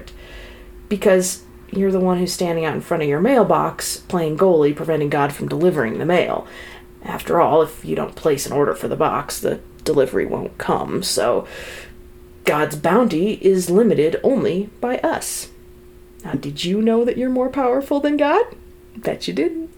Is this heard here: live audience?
no